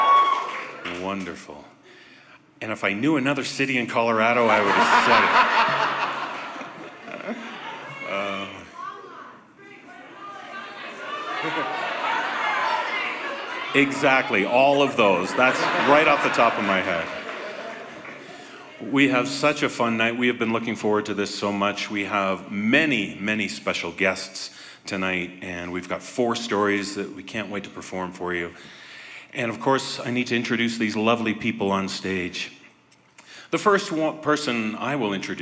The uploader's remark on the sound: This special bonus episode features the performance from our Halloween Live Tour at The Stanley Hotel in Estes Park, Colorado on October 3, 2019. This special bonus episode features the performance from our Halloween Live Tour at The Stanley Hotel in Estes Park, Colorado.